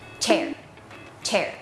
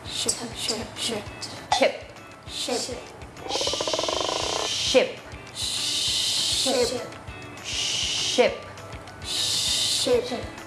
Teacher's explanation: ราวางฟันอย่างนี้ปกติธรรมดานะคะเหมือนเรากัดฟันไว้แล้วก็ปล่อยลมออกมาตามร่องฟันของเราอะนึกง่ายๆแบบนี้ค่ะเมื่อกี้น้องเขาทำใส่คือแบบเงียบๆไปสักทีนะคะคือเหมือนเวลาที่เราอะไรเนี่ยมันจะยาวมันจะลากยาวนิดนึงนะคะ แต่เสียง chมันจะแบบมีลูกเล่นนิดนึงออกมาแต่ออกไม่หมดมันจะเป็นลมแบบปุ๊บเดียวเท่านั้นค่ะ · Shown in: first take